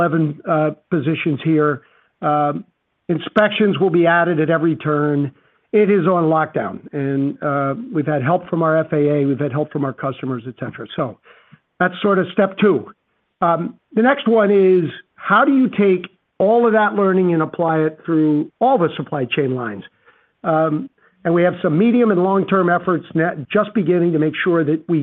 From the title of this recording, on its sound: Q4 2023 Earnings Conference Call